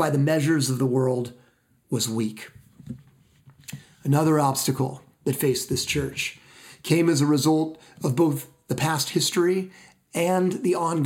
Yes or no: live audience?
no